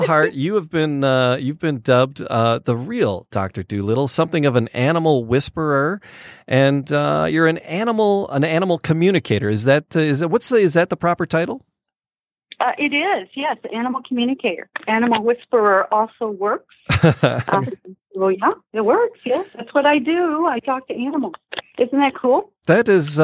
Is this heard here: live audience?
no